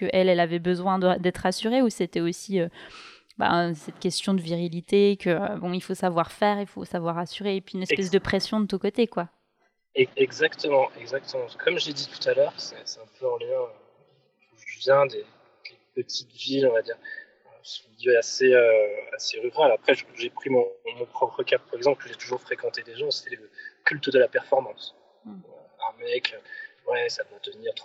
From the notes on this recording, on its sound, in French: l’enregistrement ayant été fait à distance, il y a un léger écho je m’en excuse.